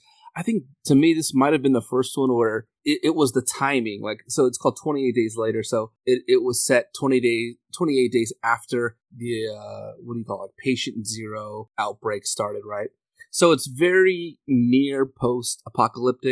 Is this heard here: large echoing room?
no